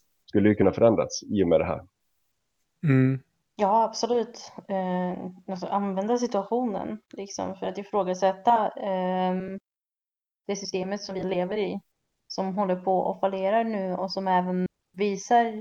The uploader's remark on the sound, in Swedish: Vi hade lite ljudproblem utöver det vanliga denna gången, men kände att ämnet var såpass viktigt att vi publicerar det trots lite skavanker.